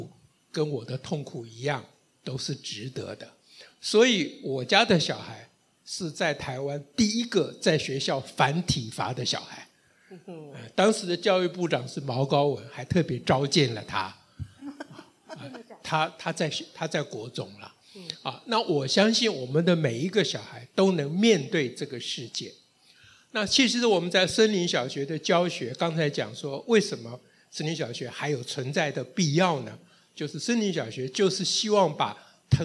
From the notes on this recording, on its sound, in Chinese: 台北聚賢會現場Podcast